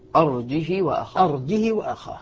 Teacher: قالون يقرأ بترك الهمزة وكسر الهاء وقصرها